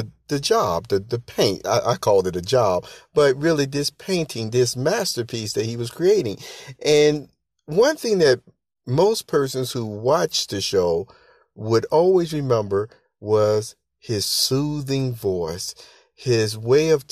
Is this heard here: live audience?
no